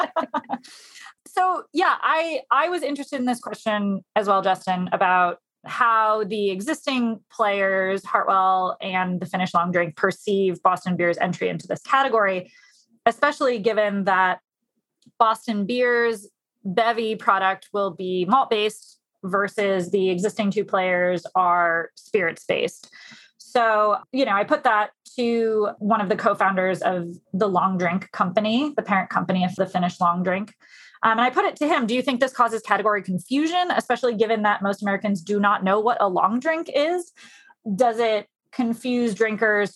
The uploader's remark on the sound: Five Beer Writers Enter a Zoom Meeting